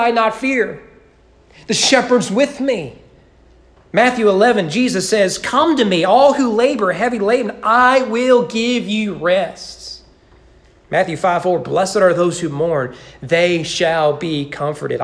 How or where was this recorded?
large echoing room